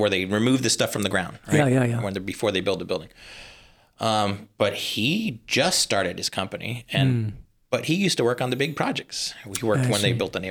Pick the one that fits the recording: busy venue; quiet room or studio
quiet room or studio